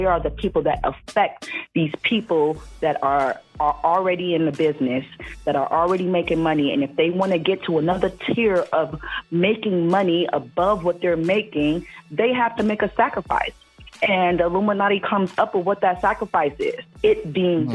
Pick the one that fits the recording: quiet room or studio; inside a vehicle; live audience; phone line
phone line